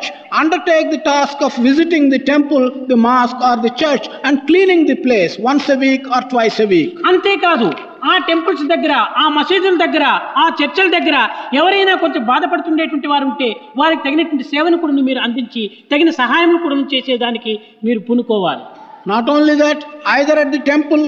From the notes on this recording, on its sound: during valedictory function of the Sevadal conference